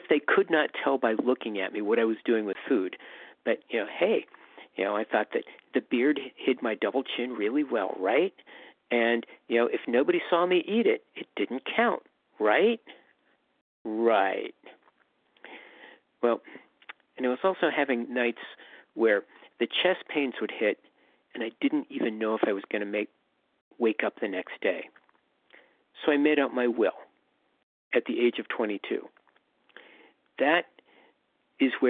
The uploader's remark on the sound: From the 100 Pounders Phone Meeting.